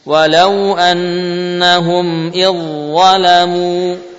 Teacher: idghamnya dengan idgham kamil sehingga langsung dha yang terbaca, dalnya hilang, idzalamu langsung tebal